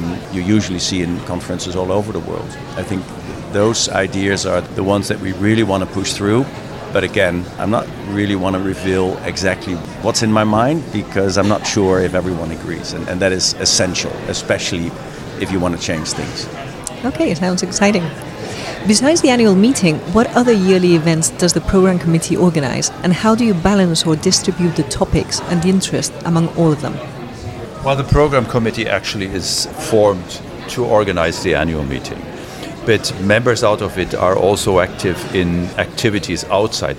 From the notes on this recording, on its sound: For the first time, the ESVS Annual Meeting, held in Belfast this September 2023, included a Podcast Corner, where we recorded some podcasts live with invited speakers onsite.